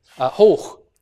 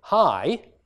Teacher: in hoch, this final consonant is actually pronounced, whereas in high, it's not. You've just got an I diphthong, right?